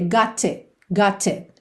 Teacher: E já no T do it, fechou mesmo, cortando o som sem fazer o T.